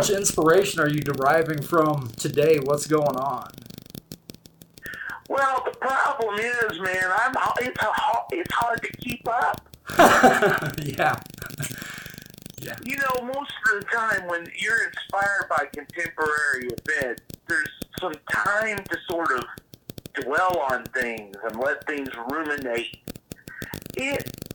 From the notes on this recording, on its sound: This is a raw interview presented because sometimes the conversation is more important than the quality of the audio.